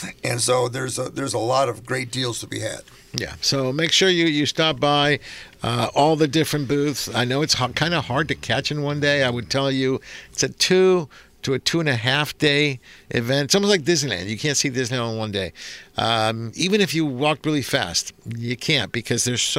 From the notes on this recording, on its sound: "LIVE" from Angel Stadium in Anaheim, CA